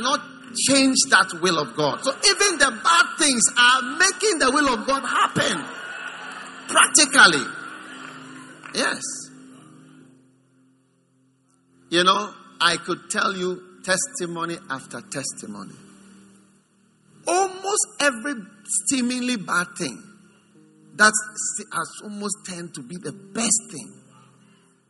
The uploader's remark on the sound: Preached at the First Love Center, Accra.